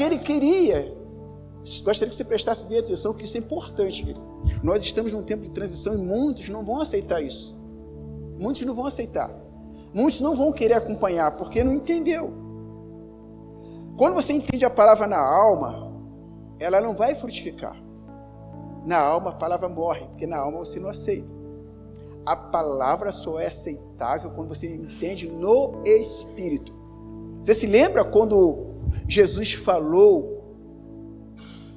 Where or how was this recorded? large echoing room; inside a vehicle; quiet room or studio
large echoing room